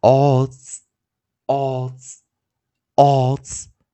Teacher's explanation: 记得 S 带进来的时候，因为它前方是元音 O 的音啊，所以 S 要念浊化。Z，O，Z，O，Z。，Odds，好，这样的发音哦。好，那同学们先要，Odds，Odds，Odds。好，那在这边浊化的念法哦，那 onset，我们第一个是 seal，cl，cl，cl，cl，cl，cl。第二个是 dr，dr，dr，dr，dr，dr。第三个是 FL，F L 我们念什么？注意听啊。Fla, fla, fla, fla, fla, fla.以及我们的 J, J, J